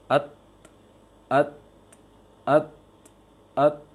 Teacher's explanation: ta ini makhrajnya di ujung lisan dengan pangkal gigi atas, maka posisikan lisan di sana, ujung lisan di sana.